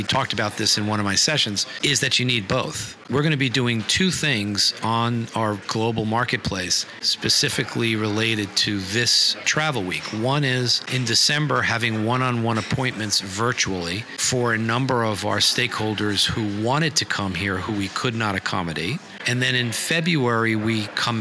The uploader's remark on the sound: Live From Travel Week